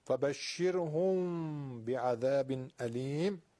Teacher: میم ساکن وقتی میخوایم اخفاء بکنیم در نزد حرف به، یه مقدار میگن بهتر لبهامون رو باز نگه داریم که ورق کاغذ نازک از بینش رد بشه. حالا صدامون از توی بینی میدیم بیرون، میشه غنه